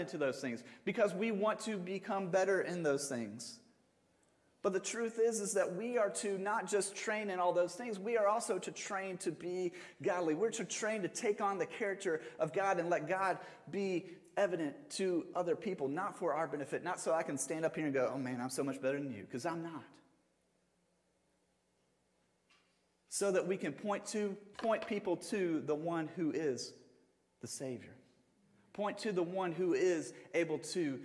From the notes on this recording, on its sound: Sermon audio from Mission Church in Locust, NC.